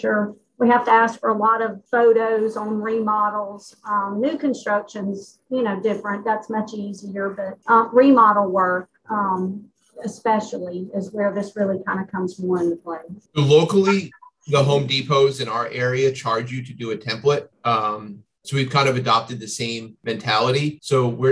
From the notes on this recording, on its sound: This is a podcast from the live webinar in the same name recorded on July 15th